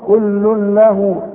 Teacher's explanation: ادغام كامل بدون غنة هندغم لكن ما نغنش